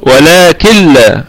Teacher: لكن في حال الوصل عندنا نون ساكنة أتى بعدها حرف اللام فحكمها إدغام بغير غنة